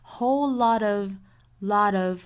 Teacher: T 的发音，不管前面还是后面都是元音，那肯定是要弹舌了